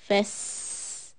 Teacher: Fes soft. Seen hissing sound.